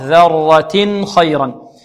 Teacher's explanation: ذرة، الذال هنا معجمة، ذال ثا ظا، ثلاثة أحرف. ذرة ذرة، والراء مفخمة والتاء مرقة